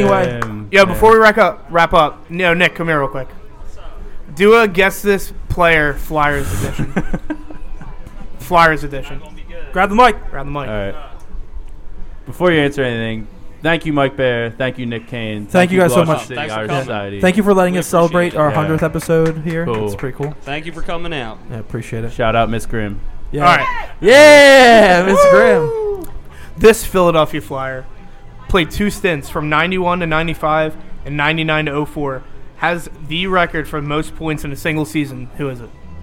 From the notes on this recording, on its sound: LIVE from Celtic Halloween at Thomas Murphys Pub